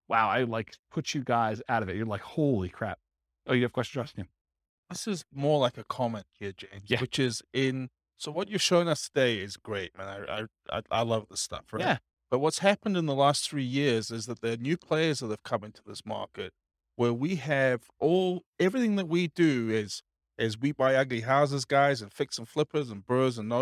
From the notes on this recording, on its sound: This was a live class recorded. Akron, Ohio.